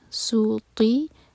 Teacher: سین light تا heavy, تا کو منہ بھر کر پڑھیں گے